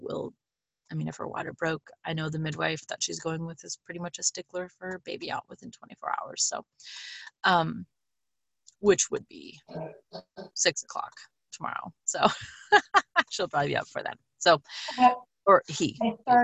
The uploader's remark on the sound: Sitting in the Car - PHONE Biz Zoom!